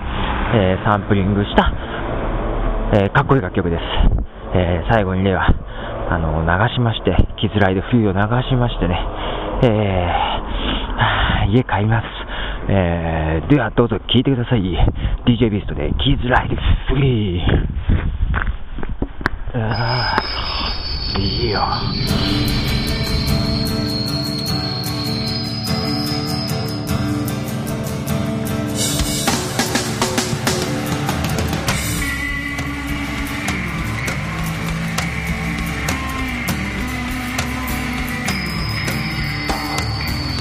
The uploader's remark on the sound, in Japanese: 名古屋の雪。寒いのにわざわざ外に出て、しかも滑って転びそうなのに歩きながら録音するこの心理。わざわざ家から外に出て、歩き回りながらの録音です。